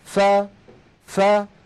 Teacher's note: لما نقول فا فا هناك هواء يتدفق لكنه أقل من الهواء المتدفق في حالة السكون